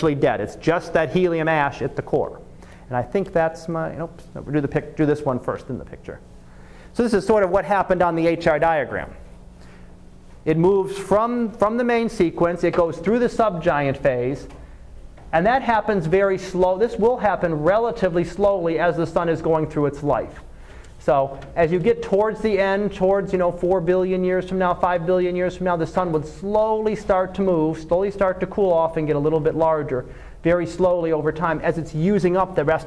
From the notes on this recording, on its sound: Live Class Lecture.